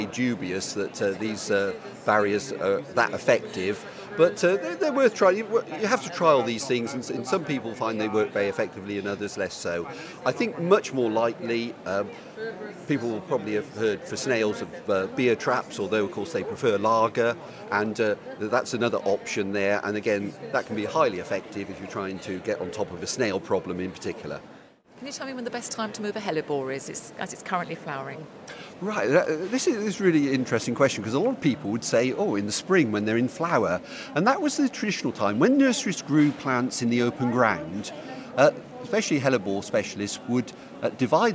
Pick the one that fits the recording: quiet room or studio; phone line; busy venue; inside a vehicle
busy venue